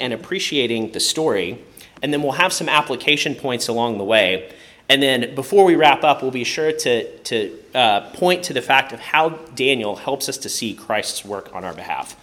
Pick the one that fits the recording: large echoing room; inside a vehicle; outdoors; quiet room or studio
large echoing room